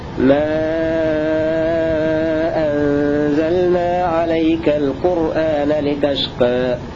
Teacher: رواية ورش بالمد المشبع مع التقليل